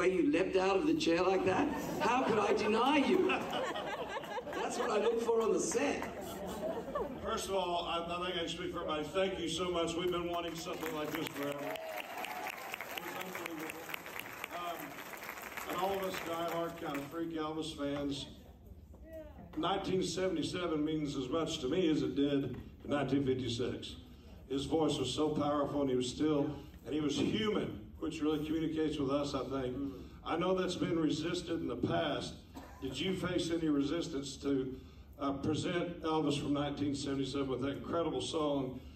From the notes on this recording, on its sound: took questions from the audience